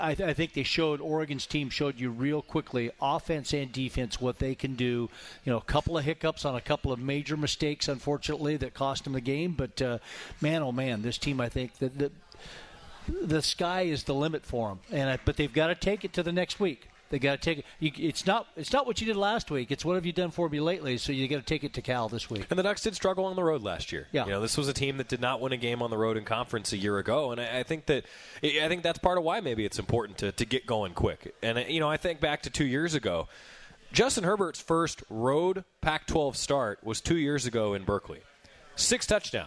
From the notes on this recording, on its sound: Live at The Cooler.